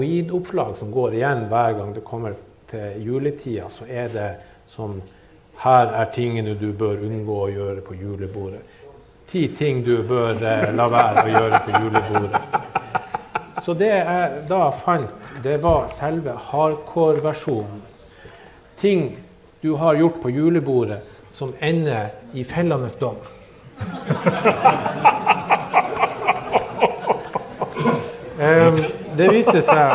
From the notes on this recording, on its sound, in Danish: Live på Bazinga.